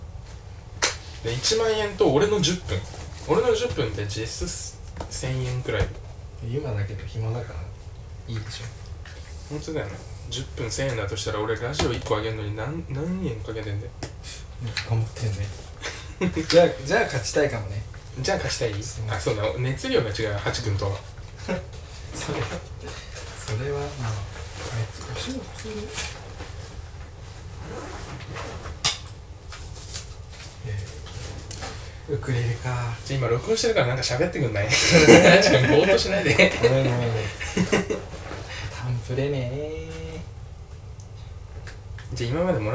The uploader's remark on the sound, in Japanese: 誕生日にYeti x を買ってもらってこの回で使うはずだったのですが接続を忘れて生のアイパッド録音になってます。